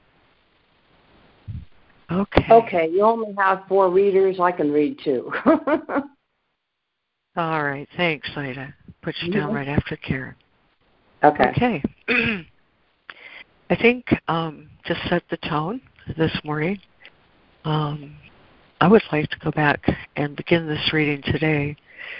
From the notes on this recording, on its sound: ACIM Daily Conference Call.